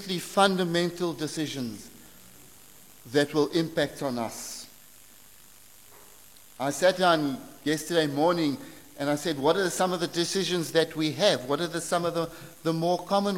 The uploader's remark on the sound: preached at St Marks Methodist, Cape Town